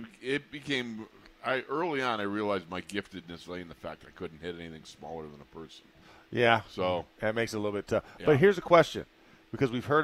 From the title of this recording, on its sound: Live from Steelers Camp Day 15